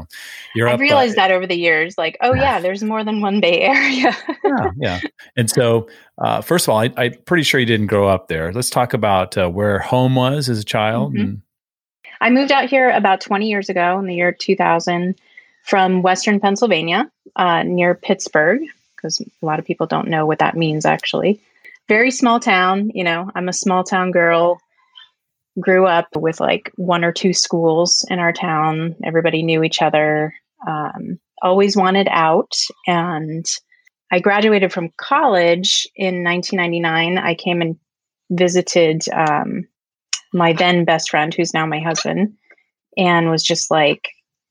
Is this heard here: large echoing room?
no